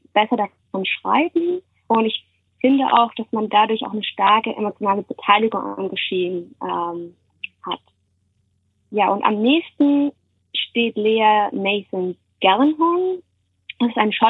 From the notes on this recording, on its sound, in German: per Telefon aus den USA dabei